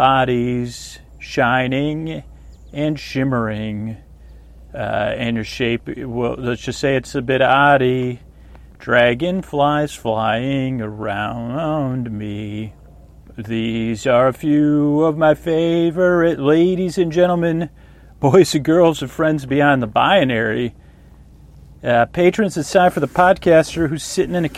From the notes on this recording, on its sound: On Location in a Kayak. A real ride in a Kayak, it has been edited but it is a on location show.